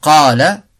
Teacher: Ce mad n'est aucunement suivi ni de hamza, ni de sukun ou shadda. Ce mad s'accomplit par un allongement d'une durée de deux haraka. · Term: mad de base